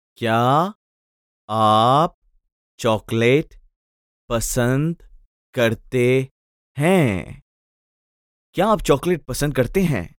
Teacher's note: Note the rising intonation